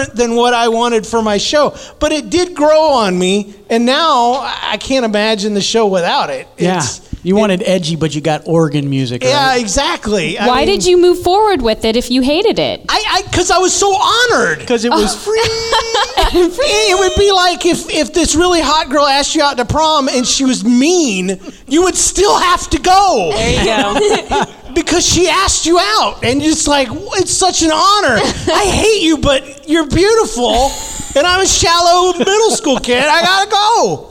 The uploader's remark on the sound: This week’s episode is a question and answer panel recorded at the Narthex Con event here in Saint Louis. It was recorded in front of a live audience. Included questions submitted in person and online.